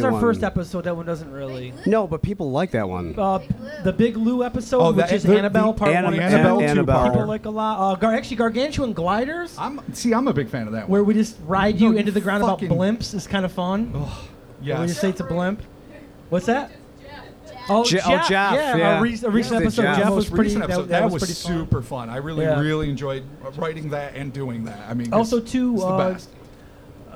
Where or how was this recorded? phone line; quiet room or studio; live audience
live audience